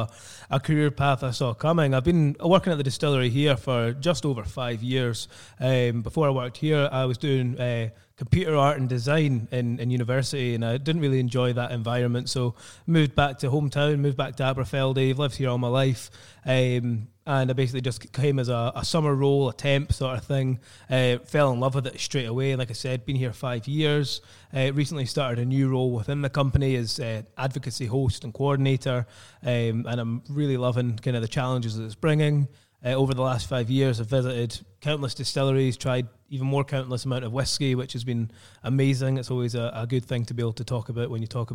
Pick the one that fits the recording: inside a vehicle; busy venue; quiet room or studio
busy venue